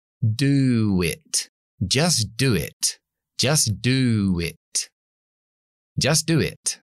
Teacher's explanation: Por ejemplo, en la famosa frase de, Nike, just do it. Pues entre do y it es un poco difícil. Así que hay una intrusión de W